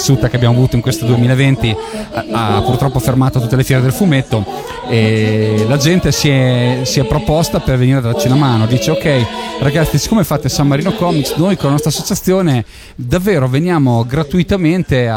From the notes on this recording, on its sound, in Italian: Da San Marino Comics 2020 la nostra intervista